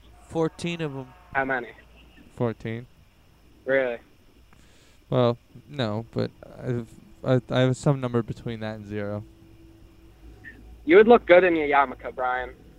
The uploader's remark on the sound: The episode is recorded in a haunted forest so there is background noises throughout.